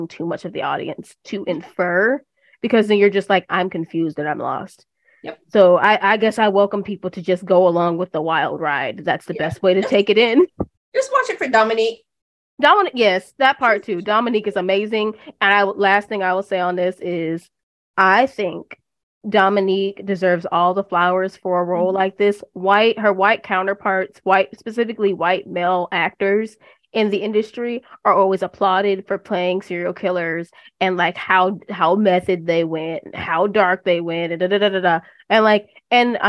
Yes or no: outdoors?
no